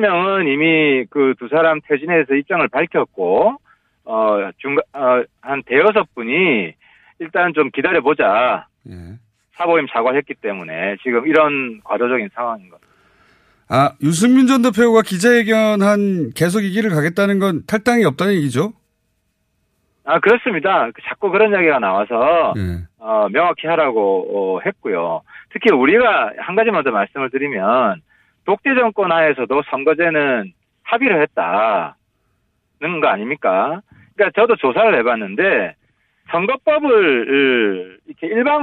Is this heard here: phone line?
yes